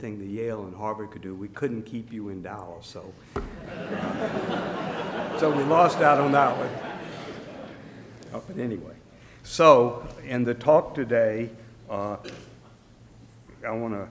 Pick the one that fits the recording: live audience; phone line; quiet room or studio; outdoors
live audience